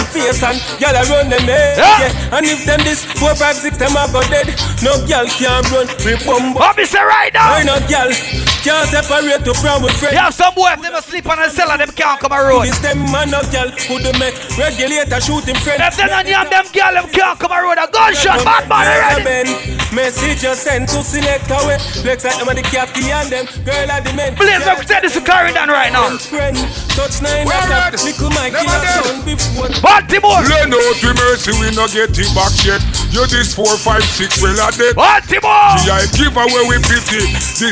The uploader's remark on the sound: Live from the Blue Caribbean in Baltimore